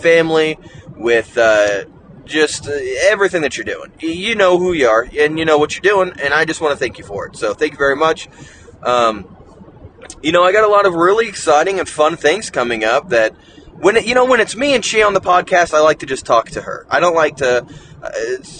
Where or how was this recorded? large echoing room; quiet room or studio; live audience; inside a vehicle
inside a vehicle